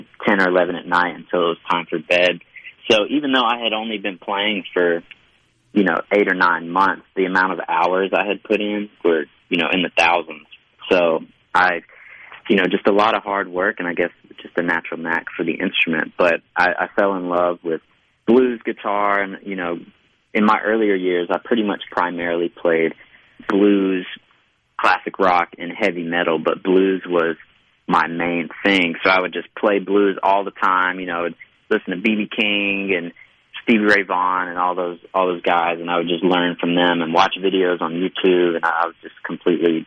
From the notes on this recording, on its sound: joins the conversation by phone